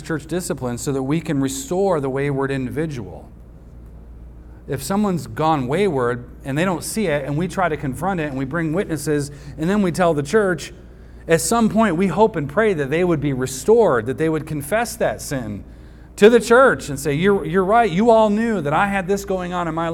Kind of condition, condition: setting, large echoing room